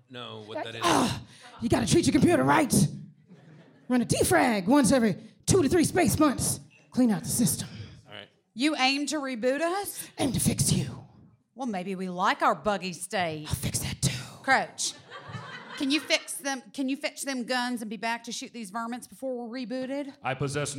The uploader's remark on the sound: SF Sketchfest 2020. This episode recorded on January 17th 7pm at The Palace Theater.